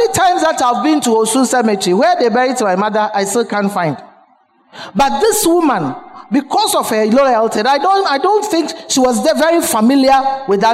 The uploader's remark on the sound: Sermon preached at CBC Adabraka Campus